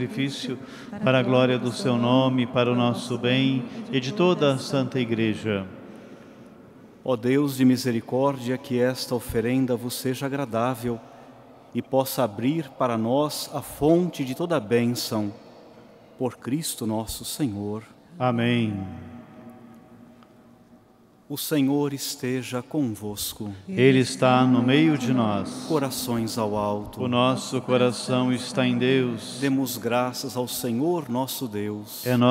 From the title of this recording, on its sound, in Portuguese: Santa Missa direto de Aparecida